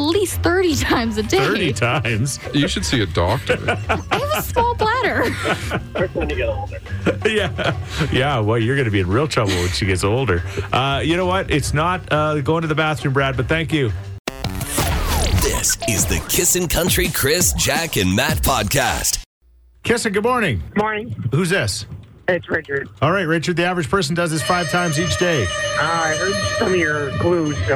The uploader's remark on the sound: joins us via phone